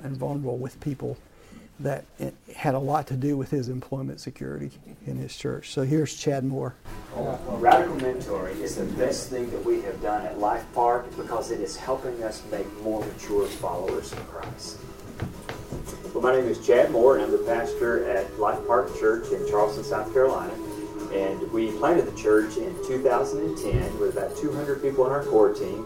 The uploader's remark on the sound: The following audio comes from the National Disciple Making Forum by Discipleship.org . Two organizations—Radical Mentoring and Samson Society—hosted a track called “Men’s Discipleship.” That’s where we recorded the audio for today’s episode.